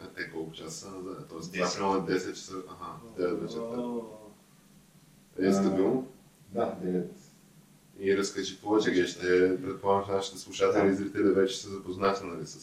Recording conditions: poor sound quality